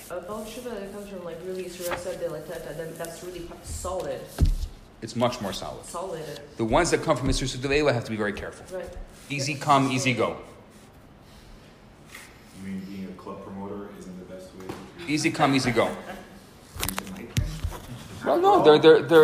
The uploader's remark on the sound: Recorded Live at Rohr Chabad NDG on February 21, 2019.